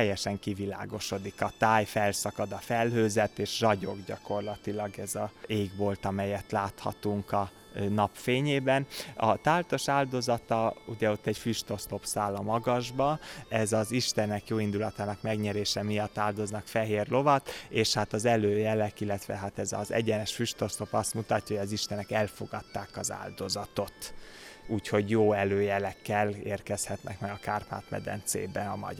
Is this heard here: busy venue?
yes